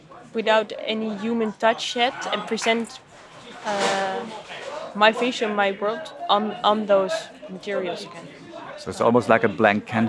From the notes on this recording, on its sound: We end up in the courtyard of a fabric store in wholesale district Derb Omar. Apart from the background noise an interesting context for our conversation.